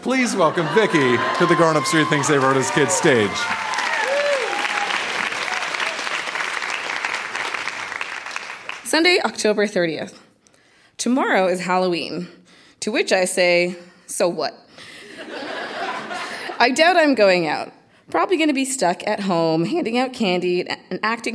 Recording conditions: live audience